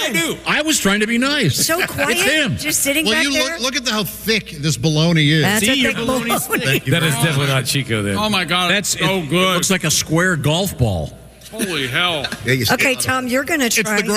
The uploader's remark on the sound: We are live from the Indiana State Fair!